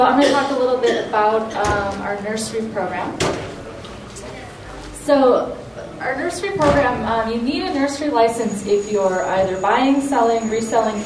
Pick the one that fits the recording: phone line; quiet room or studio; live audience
live audience